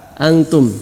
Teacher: banyak yang baca dengan ng, sehingga dia malah persiapan kaf. Harusnya persiapan ta, antum, bukan angtum.